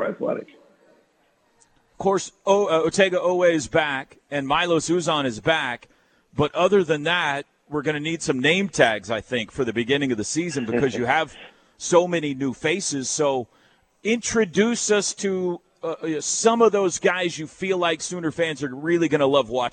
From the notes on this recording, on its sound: live from the Omni in downtown Dallas at the OU Alumni Association's Boomer Bash